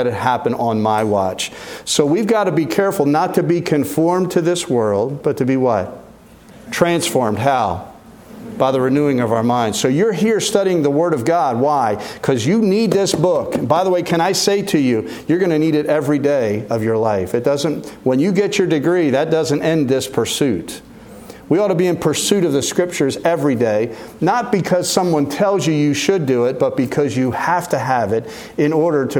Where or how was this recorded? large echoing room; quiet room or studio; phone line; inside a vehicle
large echoing room